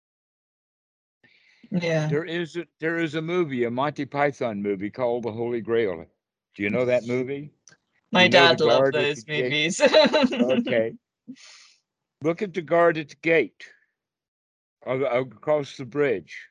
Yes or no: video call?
yes